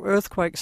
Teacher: This woman has only a slight rolled R in some words such as earthquake.